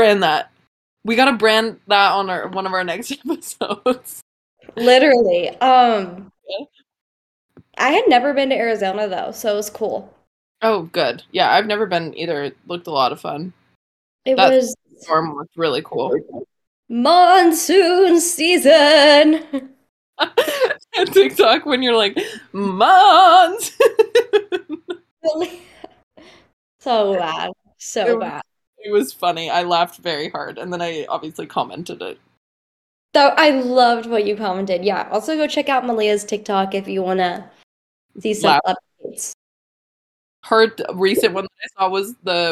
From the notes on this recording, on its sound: dealing with the technical difficulties that come with long distance teamwork